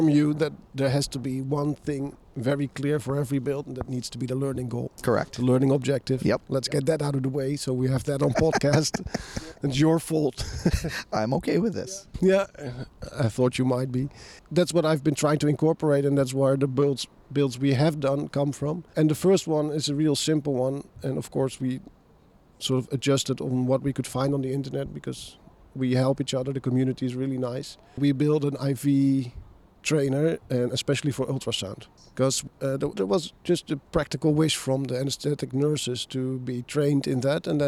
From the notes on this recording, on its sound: Take a listen to this awesome episode from just outside the #IMSH2023 hall, after the Press Box closed.